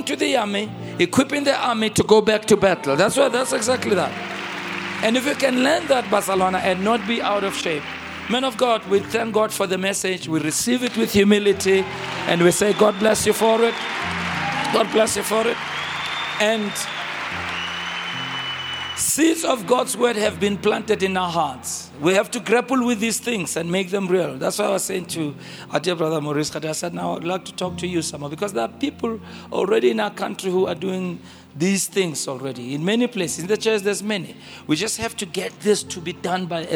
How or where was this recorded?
large echoing room